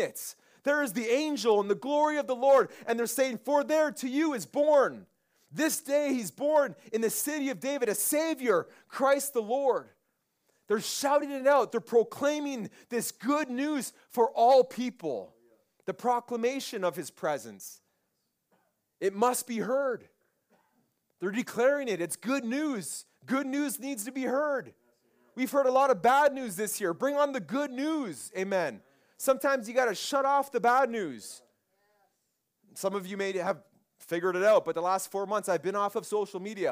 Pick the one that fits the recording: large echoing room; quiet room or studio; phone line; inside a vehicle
large echoing room